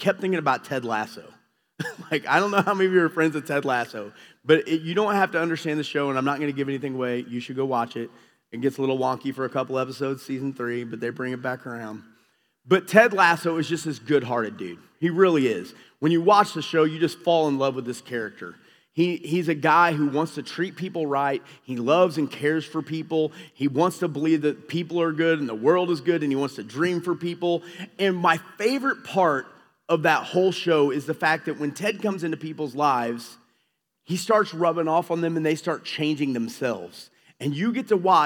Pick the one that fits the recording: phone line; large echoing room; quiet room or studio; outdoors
large echoing room